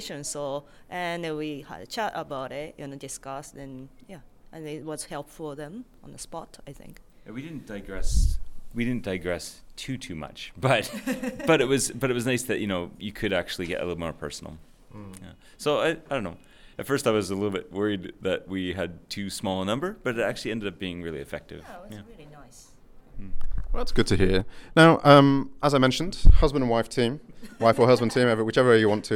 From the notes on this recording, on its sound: KOTESOL 2023: “Man-on-the-street” from Seoul.